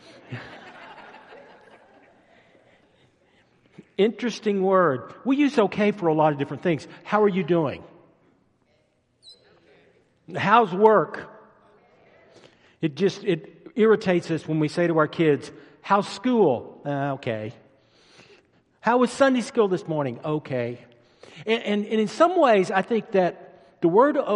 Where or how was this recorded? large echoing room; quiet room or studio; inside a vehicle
large echoing room